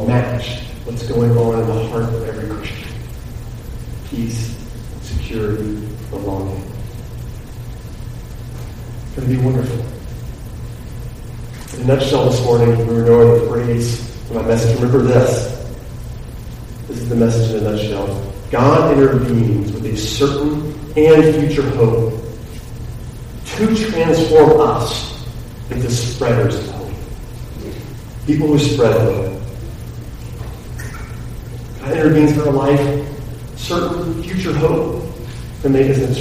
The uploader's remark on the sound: The audio for this particular message is below average.